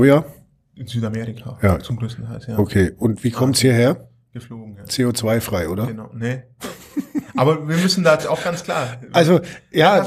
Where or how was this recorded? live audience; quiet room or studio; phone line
quiet room or studio